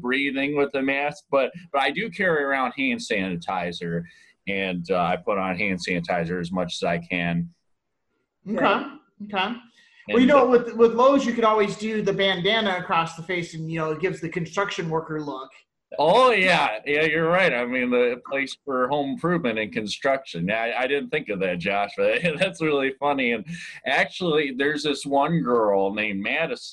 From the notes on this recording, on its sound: Thanks to Zoom we were able to connect